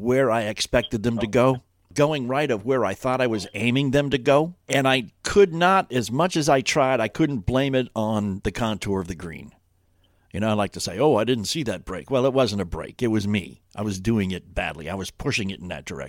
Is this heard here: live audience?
no